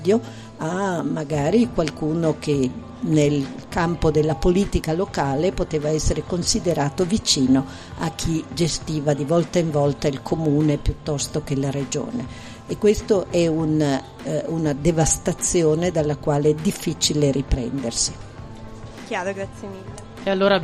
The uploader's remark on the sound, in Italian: dalla postazione di Sanbaradio al Festival dell'Economia di Trento